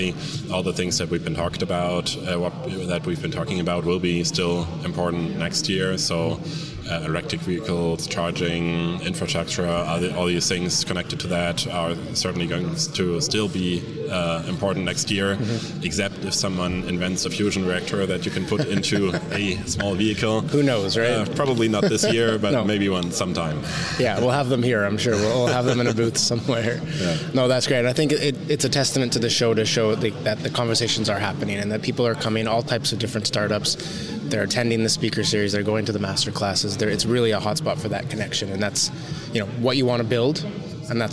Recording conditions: busy venue